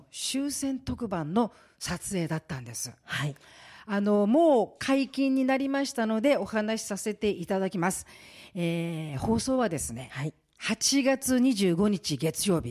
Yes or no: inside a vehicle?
no